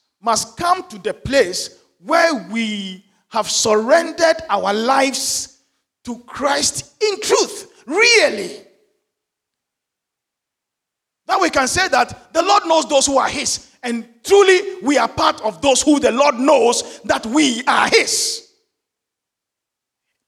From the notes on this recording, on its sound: Sermon preached at CBC Shiashie Campus